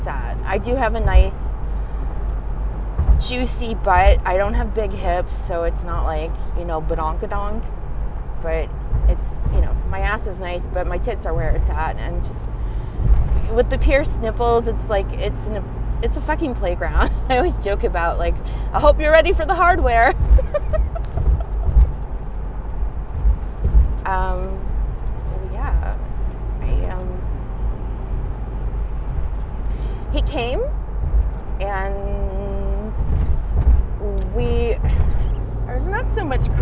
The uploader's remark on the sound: Apologies for the background noise, I was driving.